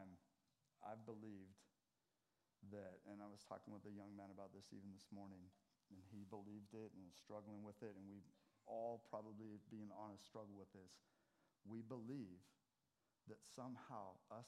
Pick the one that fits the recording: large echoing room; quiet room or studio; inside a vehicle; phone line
large echoing room